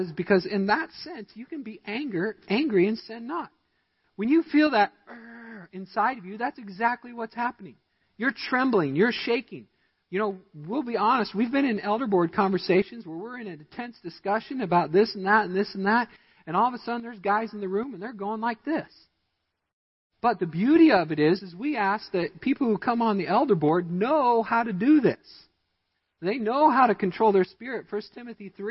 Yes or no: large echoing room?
yes